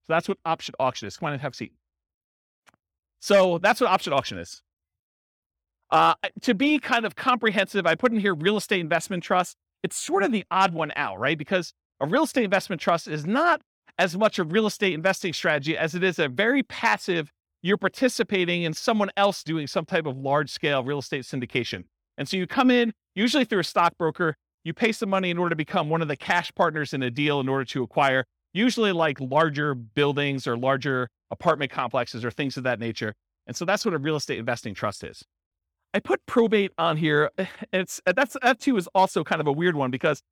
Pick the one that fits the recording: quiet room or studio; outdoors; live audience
live audience